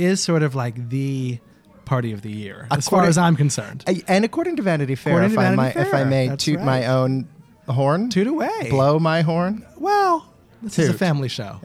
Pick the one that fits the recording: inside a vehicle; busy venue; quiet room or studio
busy venue